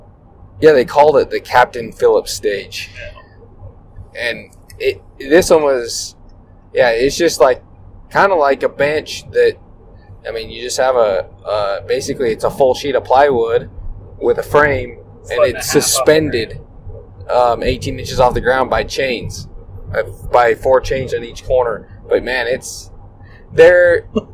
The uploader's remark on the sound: We recorded this podcast on the drive home from the SAC Blue Ridge Rumble PRS match, that was held in Benge, Washington.